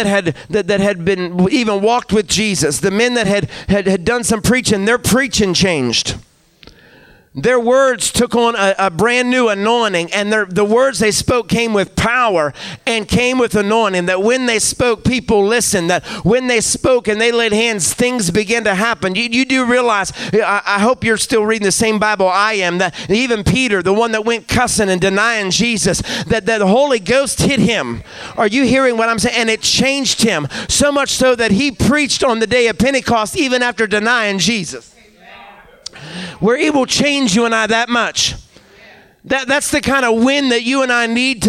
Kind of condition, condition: setting, large echoing room